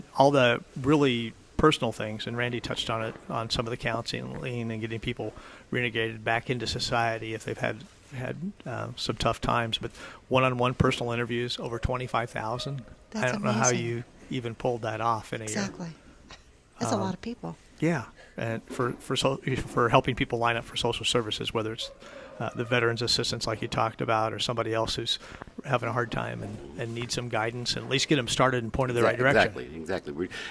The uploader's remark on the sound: Live at Prairie Gardens